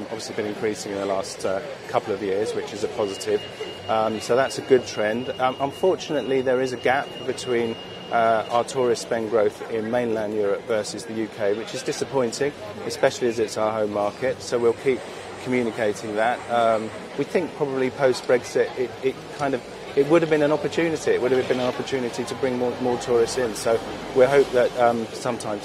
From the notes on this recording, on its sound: Outside Bond Street station in London, which the brand renamed "Burberry Street station" to promote its show.